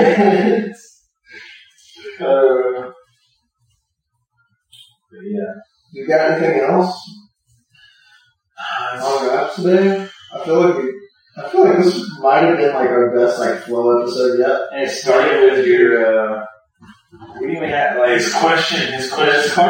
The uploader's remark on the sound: The audio quality remains bad